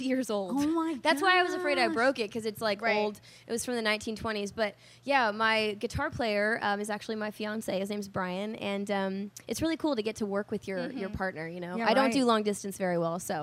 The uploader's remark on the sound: Backstage At Sunday In The Country 2018